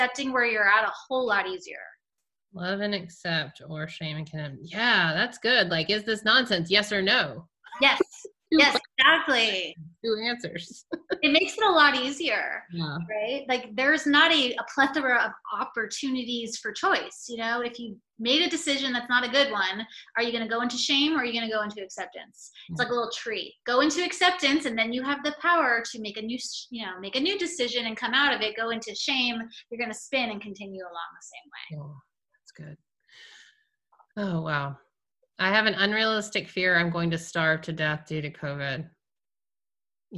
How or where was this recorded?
video call